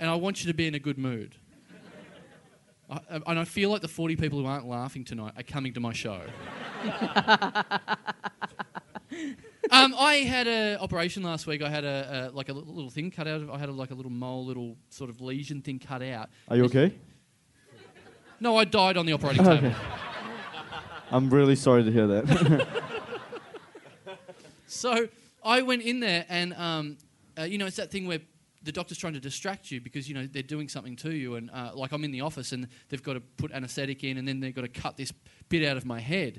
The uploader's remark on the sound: No Lights, No Sound. Recorded LIVE (barely) at the Sydney Comedy Festival.